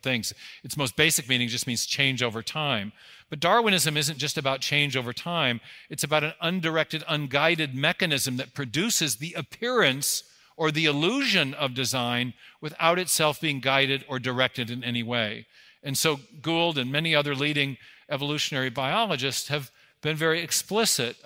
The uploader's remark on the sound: 2023 Dallas Conference on Science and Faith